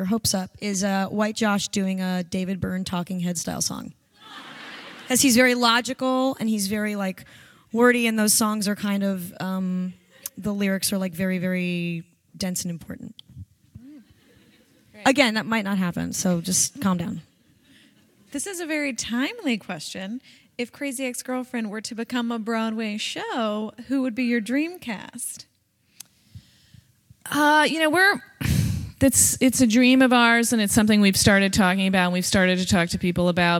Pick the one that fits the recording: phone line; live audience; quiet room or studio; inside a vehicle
live audience